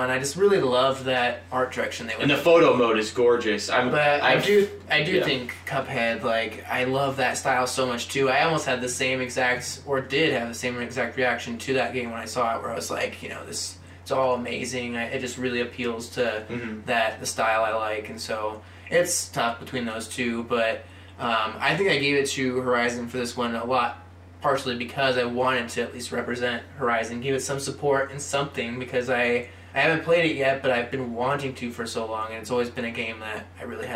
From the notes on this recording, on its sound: A special, in-person episode. Accidentally has the microphone backwards.